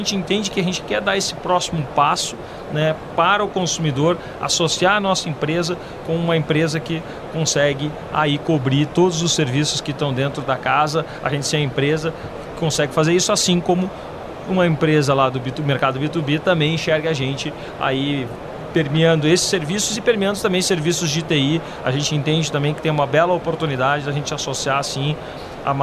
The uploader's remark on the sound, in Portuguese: Em entrevista gravada no Futurecom.